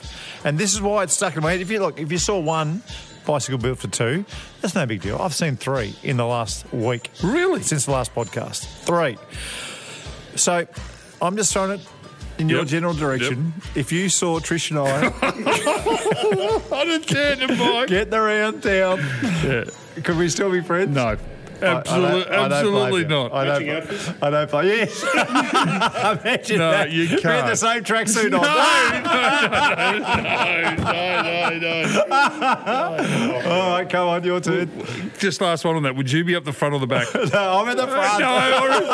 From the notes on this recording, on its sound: We’re live from the pub again today, sinking a couple of coldies.